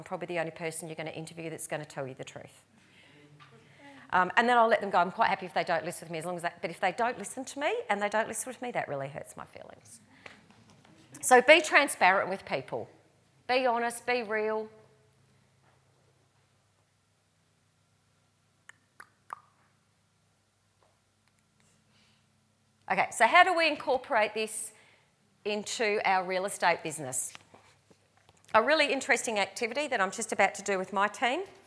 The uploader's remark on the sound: recorded live at REBar Camp 2018